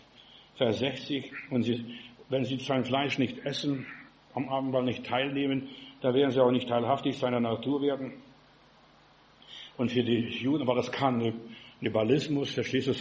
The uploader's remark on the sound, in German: im Gemeinde-Zentrum in Berlin aufgenommen